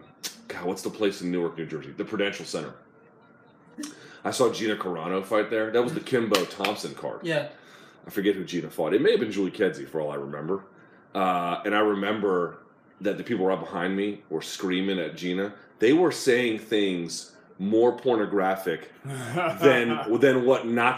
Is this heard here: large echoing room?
no